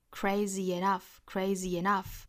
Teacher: enough,这个 crazy,大家注意这个词啊，不要发成了 crazy,是 z-e, crazy,也就是尾部呢其实是一个小写的 i 的发音啊，我们说 DJ 音标小写 i,然后紧音的一个 e, crazy,长元音 e 的一个短板发音了。 crazy 再和后面的 enough 再做连读呢，我们注意加 ye 的一个半元音